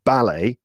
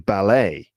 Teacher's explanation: in the UK, they are pronounced with the stress on the first syllable · Shown in: first take